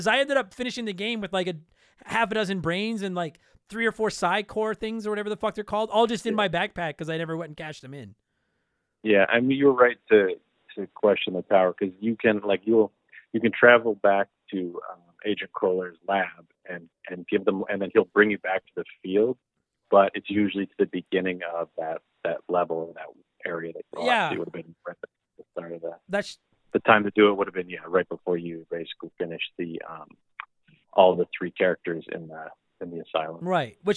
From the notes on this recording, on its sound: listen in on the phone call we had